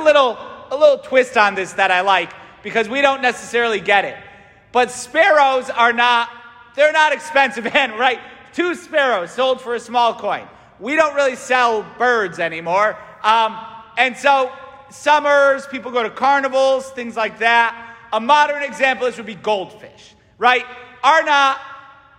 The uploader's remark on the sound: St Francis Catholic parish homily